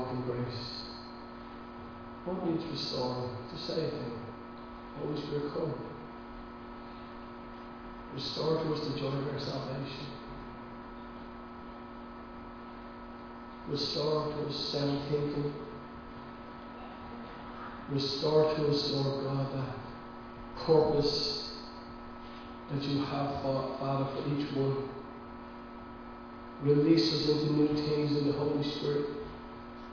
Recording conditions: large echoing room